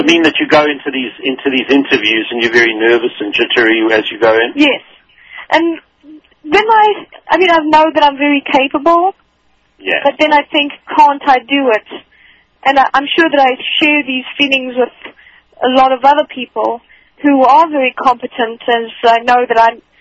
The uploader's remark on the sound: coaches phone-in callers